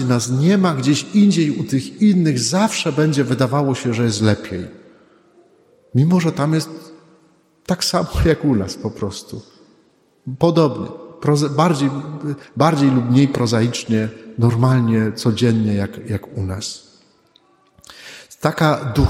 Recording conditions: large echoing room